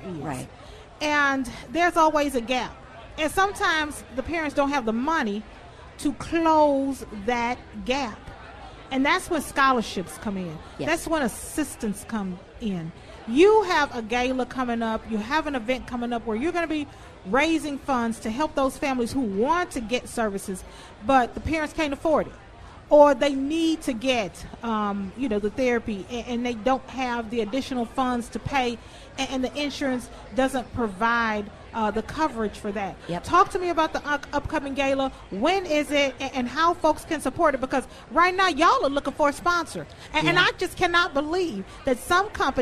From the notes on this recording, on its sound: Live at the Minnesota State Fair.